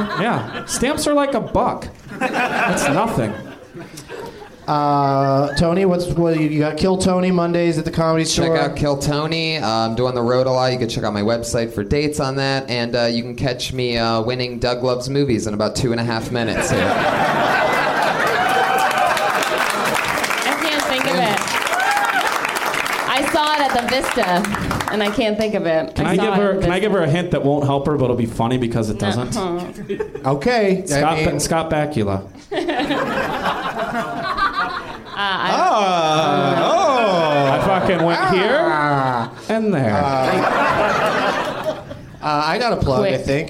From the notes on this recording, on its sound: Live from The NerdMelt Showroom in LA